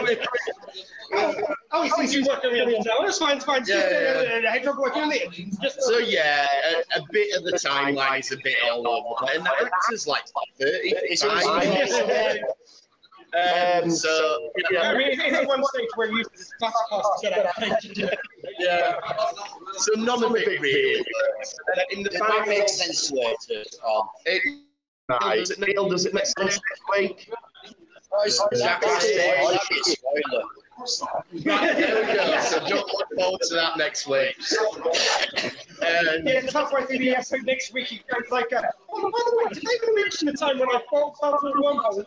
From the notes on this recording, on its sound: This episode was rerecorded in a pub so the sound quality may not be of the usual quality.